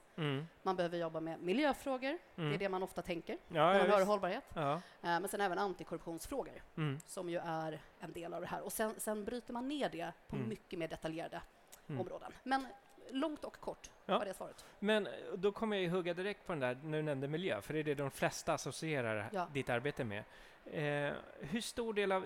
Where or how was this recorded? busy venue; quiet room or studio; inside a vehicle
busy venue